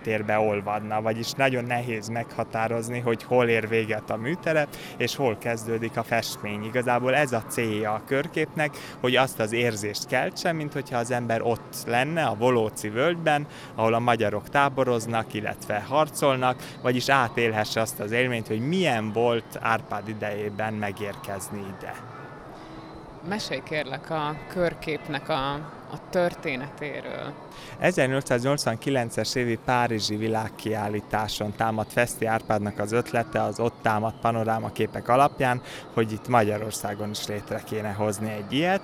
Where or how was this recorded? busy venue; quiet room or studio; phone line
busy venue